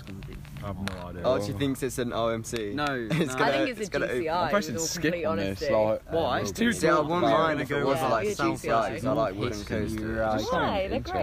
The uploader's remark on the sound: On-Location at ALTON TOWERS. LIVE from the Enchanted Village at Alton Towers.